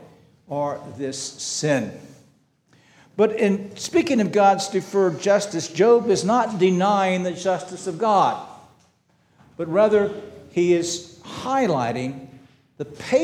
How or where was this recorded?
large echoing room